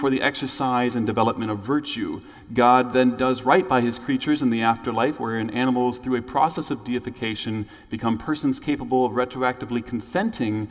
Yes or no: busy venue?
yes